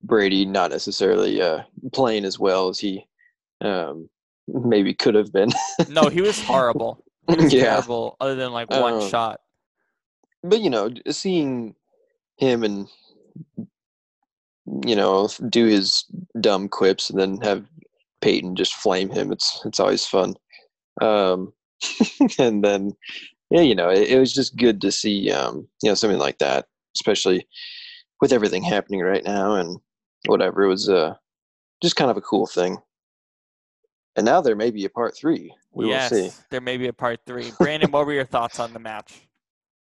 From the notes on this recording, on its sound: Are on Zoom.